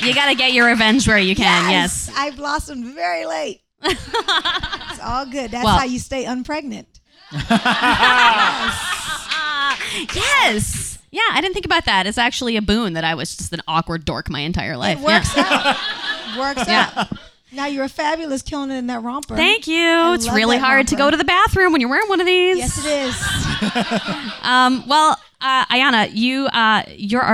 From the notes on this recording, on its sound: Live from Q.E.D. In Astoria. A special musical performance.